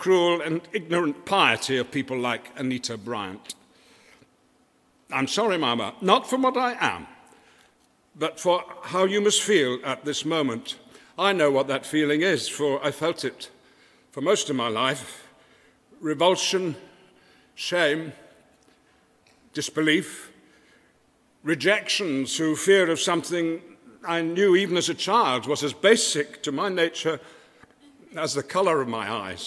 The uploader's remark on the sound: We hear from two Southern writers from the Decatur Book Festival. In front of an audience at the festival.